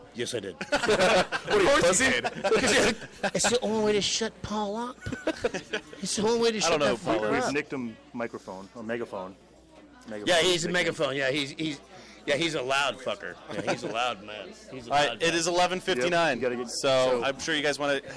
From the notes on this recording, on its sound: We are live from the Provoked Premiere!